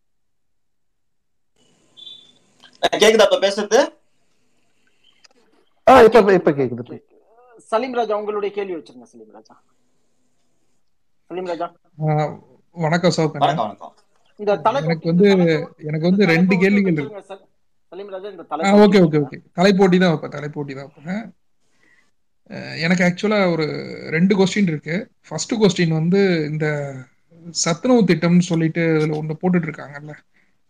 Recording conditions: video call